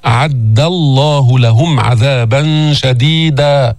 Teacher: دال مستفلة منفتحة ما فيها استعلاء ما فيها تفخيم ما فيها إطباق أعد الله حرف شديد من نرخه حرف مجهور ما فيه همس